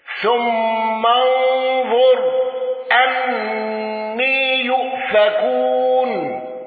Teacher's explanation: حمزة بالسكت على المفصول وأل وإمالة الياء